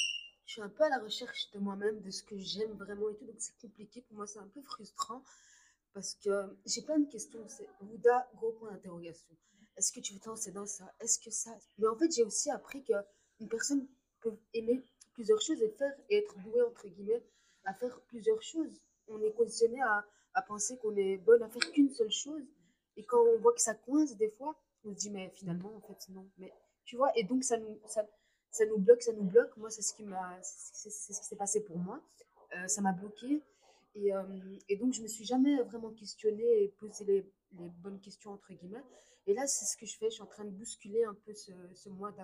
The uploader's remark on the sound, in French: Je m'excuse pour les bruits de fond et de micro